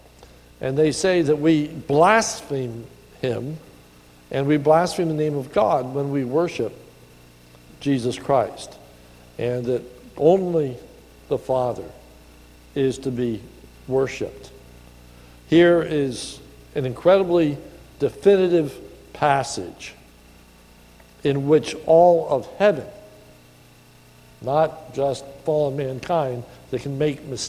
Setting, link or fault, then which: setting, large echoing room